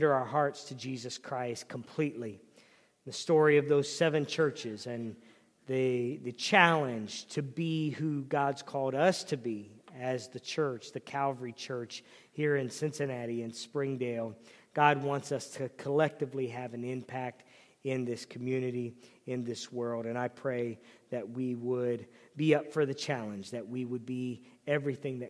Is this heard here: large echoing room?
yes